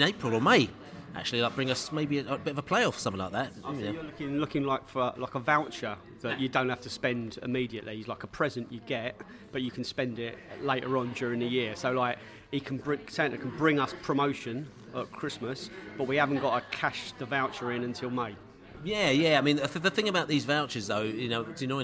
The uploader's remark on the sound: Podcast from the Pub